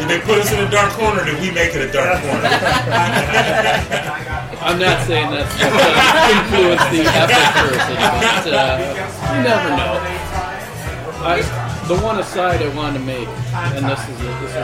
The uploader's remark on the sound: Live from Ale Mary’s in Royal Oak